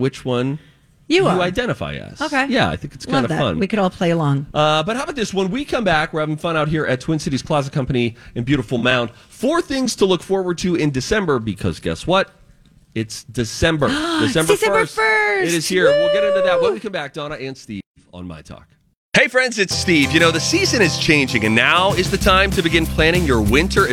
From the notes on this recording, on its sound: LIVE at Twin Cities Closet Company in Mound